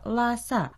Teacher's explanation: По-китайски это название произносится «ла-са», «ла» произносится в первом тоне, а «са» читается в четвертом тоне.